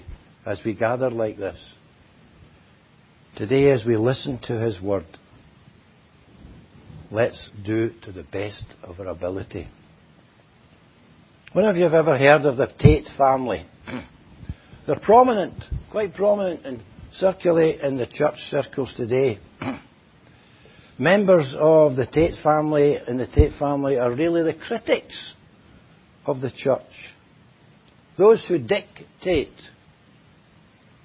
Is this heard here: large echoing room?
yes